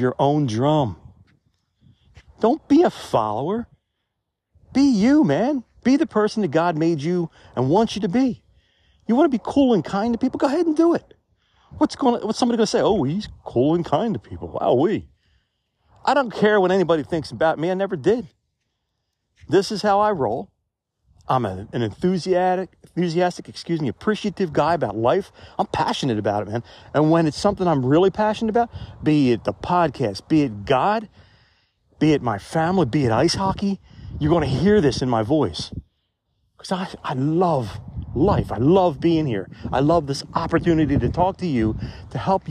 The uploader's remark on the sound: Reporting Live From the Cemetery! Take a walk with me.